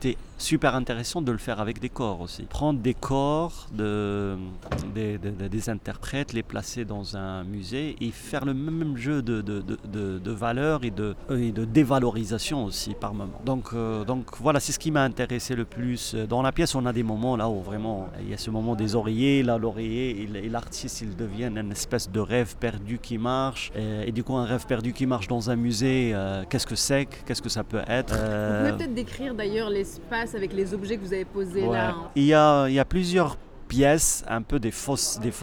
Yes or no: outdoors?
yes